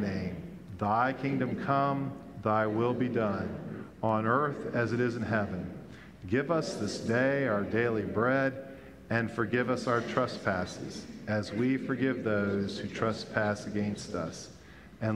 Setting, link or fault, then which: setting, large echoing room